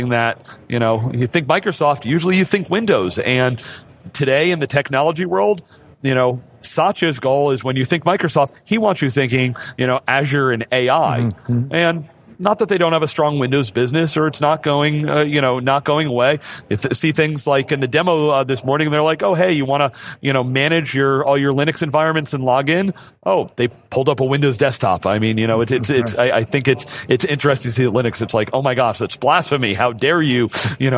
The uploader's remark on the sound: Red Hat Summit 2019. Kick off day two of our coverage live from the BCEC in Boston, MA.